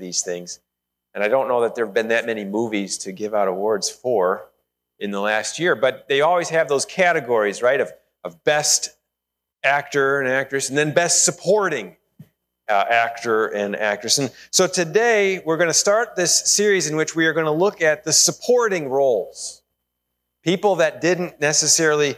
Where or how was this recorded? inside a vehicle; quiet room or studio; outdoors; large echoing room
large echoing room